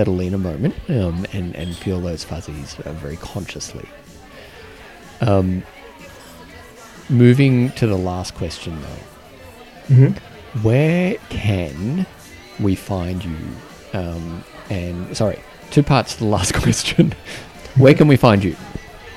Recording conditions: busy venue